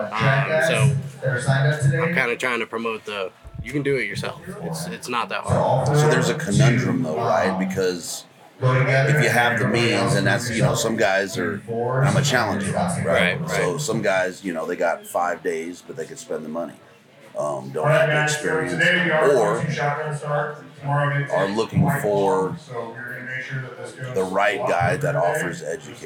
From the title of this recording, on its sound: Live From Western Hunt Fest